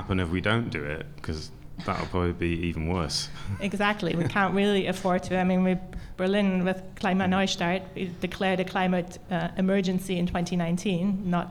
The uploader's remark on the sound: goes live from Hotel Selina in Mitte